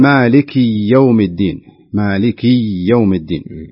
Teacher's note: بعض الناس يبالغ في كسرة الكاف في مالك يوم الدين، فيقول مالك يوم الدين، مالك يوم الدين، فينطقها ياء، والصحيح أن تكون كسرة فقط، كسرة مالك يوم الدين، يكون قد يكون هذا، لكنه هو يريد أن يتخلص من هذا، هو الذي يفعل هذا يفعله للتخلص من أن يعني يبين أن بعدها ياء، وهذا خطأ.